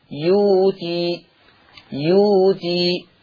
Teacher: الحركة اللي على الياء ايه؟ ضمة، فيتناسب معها واو، فتبدل واو، تبدل واو، فتصير يوتي، يوتي. · Term: إبدال الهمز الساكن